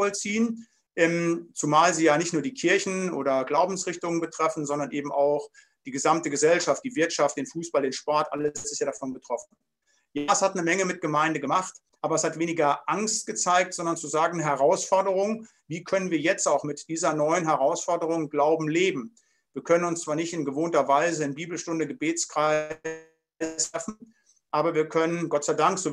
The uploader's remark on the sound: Bibelseminar Bonn via Zoom.